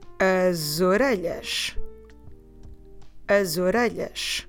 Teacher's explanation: In this case, A from the article, O from the word ears, orelhas. So again, you can do that thing of running the two words together with the sound of a Z.